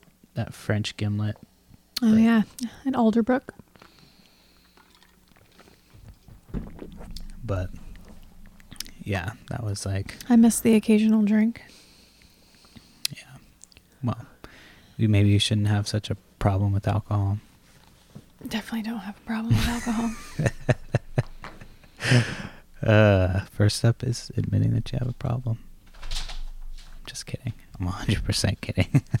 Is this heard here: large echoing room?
no